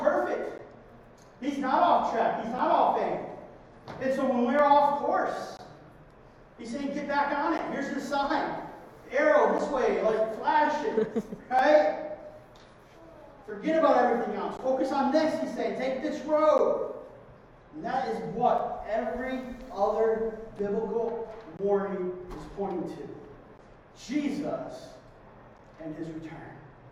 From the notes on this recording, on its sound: Due to technical difficulties the sound quality of this week's sermon is less than our standard